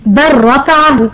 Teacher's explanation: في المثال الأول بل رفعه أدغمت لام بل في راء رفعه